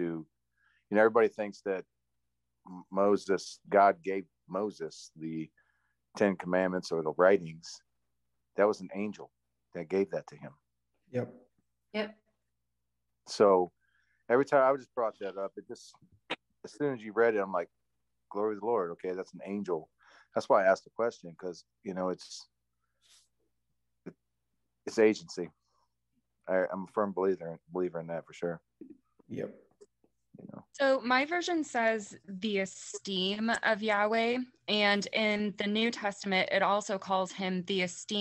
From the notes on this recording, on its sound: recorded over Zoom